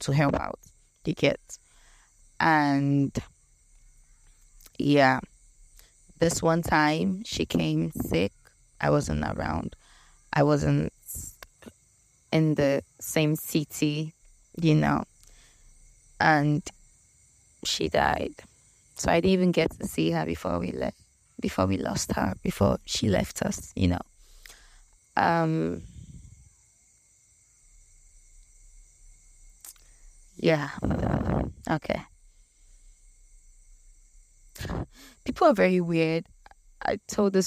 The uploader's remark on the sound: The crickets in the background are paid thespian. In the village in front of an old primary school just before her house.